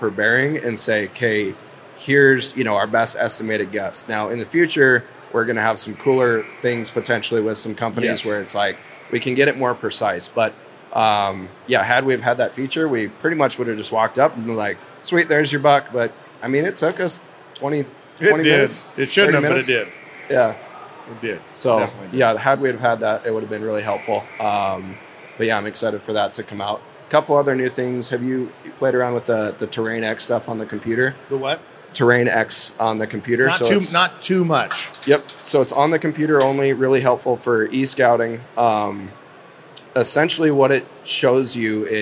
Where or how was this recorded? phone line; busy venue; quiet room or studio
busy venue